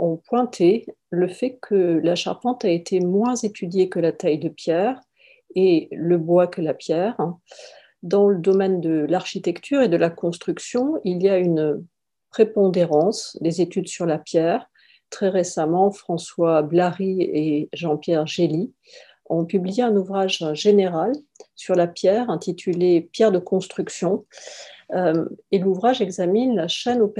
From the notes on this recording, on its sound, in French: Intervention enregistrée sur Zoom. Dans le cadre du séminaire consacré à la restauration de Notre-Dame de Paris.